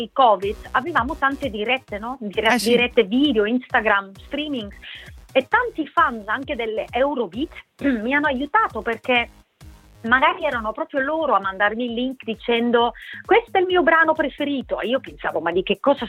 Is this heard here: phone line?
yes